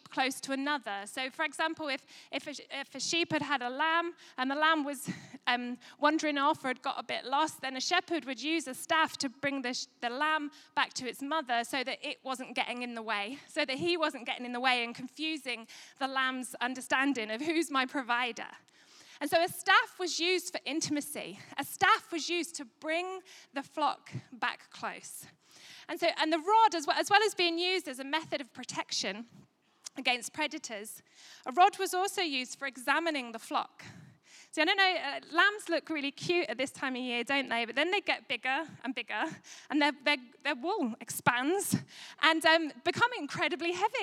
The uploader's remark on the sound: Recorded at Life Church Lancashire 20/03/2022